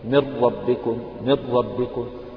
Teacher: يعني تكون التكرير هذا ظاهرا في الراء المشددة